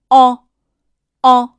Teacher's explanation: 发音的位置靠后，也就是舌头使劲往后缩